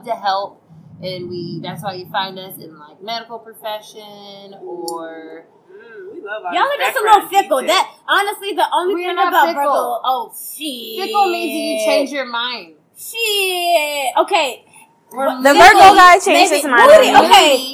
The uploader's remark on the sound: The ladies meet in a noisy location in Atlanta to bring you an August episode. Please excuse the noise!